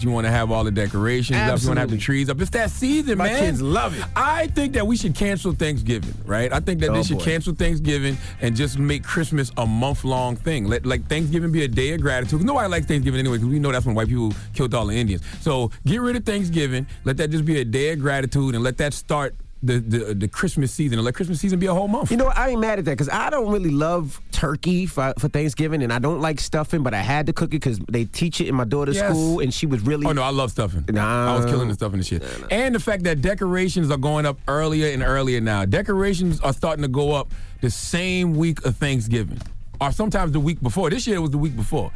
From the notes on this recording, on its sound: We opened up the phone lines to see if our listeners feel bad for him. We opened up the phone lines especially for the LGBTQ community, to hear their thoughts on the situation.